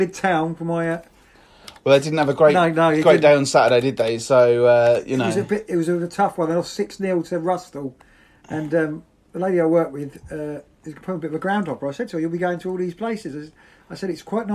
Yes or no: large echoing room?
no